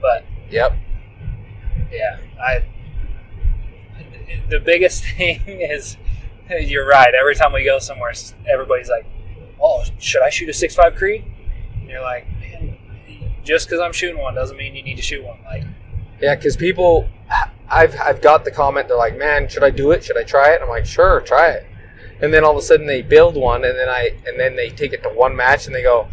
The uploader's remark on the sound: We recorded this podcast on the drive home from the SAC Blue Ridge Rumble PRS match, that was held in Benge, Washington.